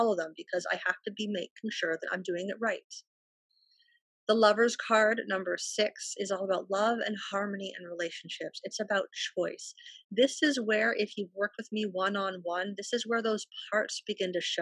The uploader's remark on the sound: Each episode of The BTG Ppodcast is recorded LIVE during my virutal Healing Circles. These free virtual gatherings that take place twice a month.